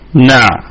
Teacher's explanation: والعين نراعي فيها صفة البينية لأنها ساكنة